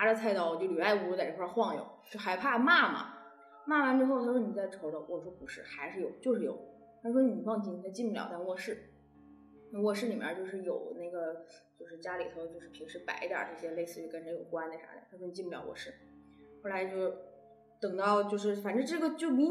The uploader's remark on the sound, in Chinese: 由于现场录音环境比较空旷所以效果一般